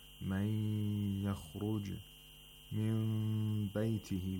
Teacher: مَنْ يَخْرُجْ مِنْ بَيْتِهِ، we have Iqlab of Nun Sakina, which means Nun is transformed into Mim Sakina, and that is because there's a Ba after the Nun Sakina, and the Mim Sakina is pronounced with Ikhfa.